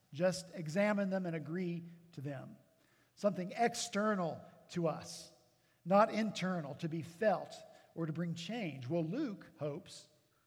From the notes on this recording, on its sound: At Redeemer Presbyterian Church in Charleston, SC